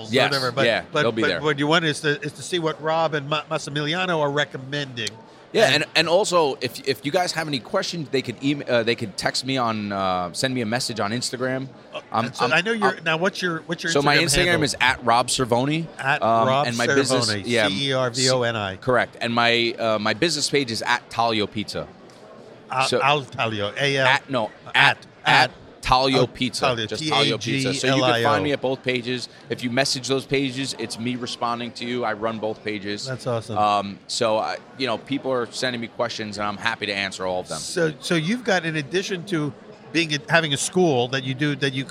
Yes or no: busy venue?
yes